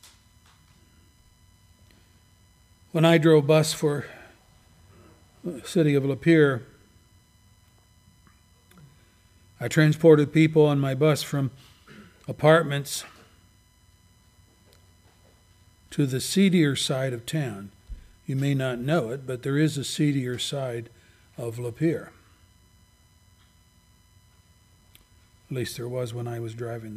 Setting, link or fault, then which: setting, large echoing room